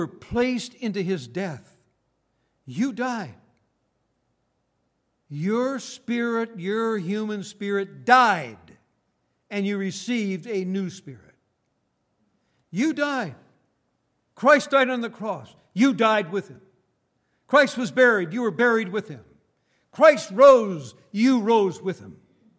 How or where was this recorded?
large echoing room